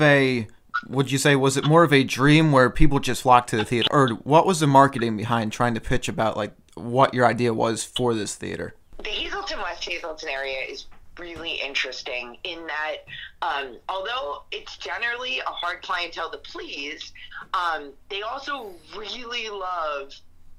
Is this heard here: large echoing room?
no